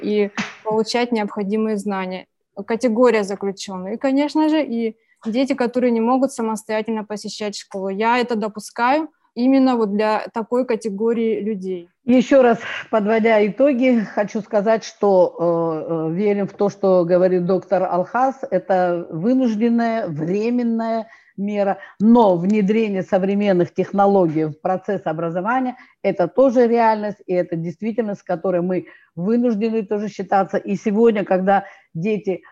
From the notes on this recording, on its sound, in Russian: Вторая часть Дискуссионного клуба, прошедшего 18 декабря на платформе ZOOM. Поскольку встреча вышла довольно продолжительной, запись была разделена на два подкаста.